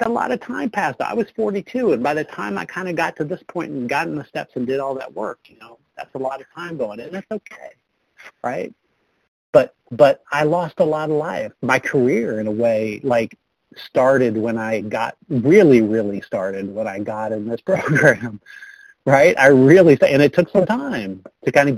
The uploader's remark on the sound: 100 Pounders Phone Meeting.